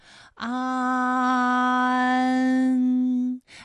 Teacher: 母啊，我们再放到一起对照，再来看一看它们的发音要领。首先，安发音的时候呢，起点元音是前低不圆唇元音啊，舌尖抵住下齿背，舌位降到最低，软腭上升，关闭鼻腔通路啊。那我们从前啊开始，舌面升高，舌面的前部抵住硬腭的前部，当两者将要接触的时候，软腭下降，打开鼻腔通路，紧接着舌面前部与硬腭的前部闭合，使在口腔受到阻碍的气流从鼻腔里透出，口型由开到合，舌位移动比较大